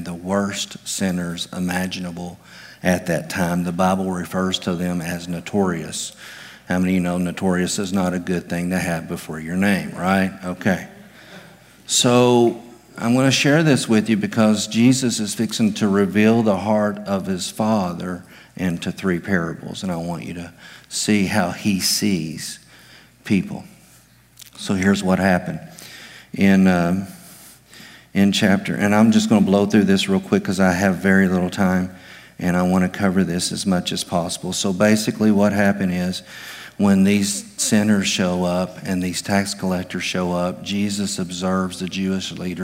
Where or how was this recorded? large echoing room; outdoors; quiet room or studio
large echoing room